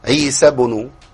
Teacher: بيضم الباء اللي هي الساكنه المقلقله